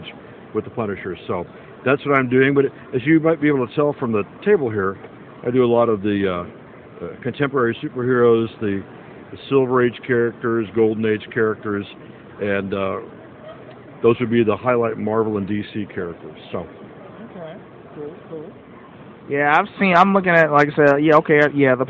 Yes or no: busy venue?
yes